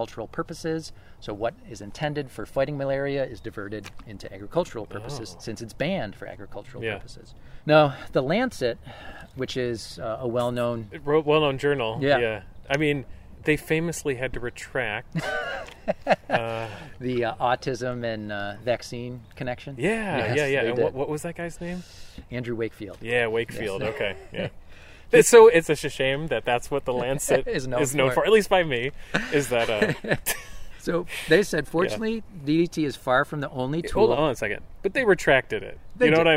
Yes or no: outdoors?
yes